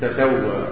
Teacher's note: وقرأ حمزة والكسائي بفتح التاء وتخفيف السين تسوى على حذف إحدى التاءين، تسوى حمزة والكسائي من أهل الكوفة.